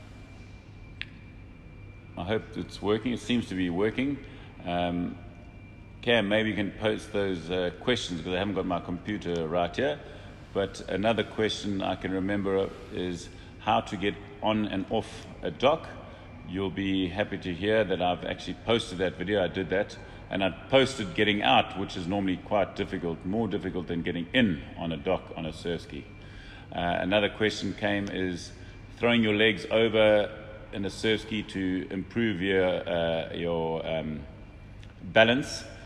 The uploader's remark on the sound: Live From Portugal - Nelo Factory Tour